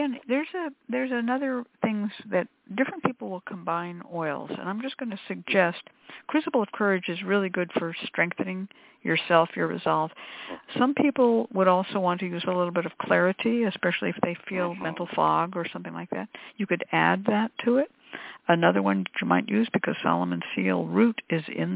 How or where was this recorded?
phone line